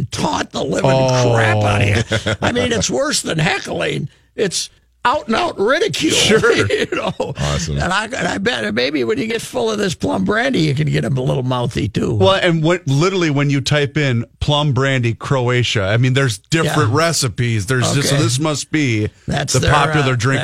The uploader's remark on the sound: The guys call in to the Croatian Hall in South St.